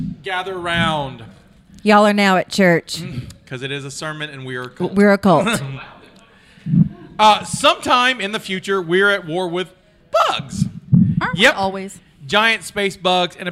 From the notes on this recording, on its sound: Live from Mobicon 2022. Tossing bugs and candies at the audience.